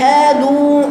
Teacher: دخلت جوه المناخير لأنها جابها من خيشومها · Term: خنخنة